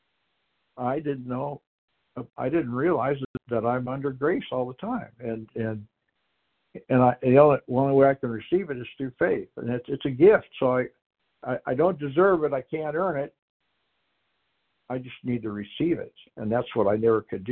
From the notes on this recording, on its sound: Qualification from the 100 Pounders Phone Meeting.